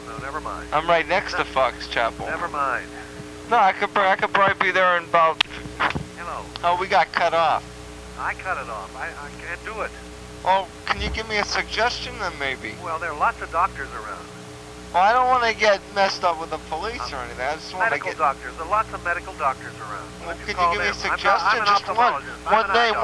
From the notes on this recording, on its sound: RBCP's Personal Prank Phone Calls Collection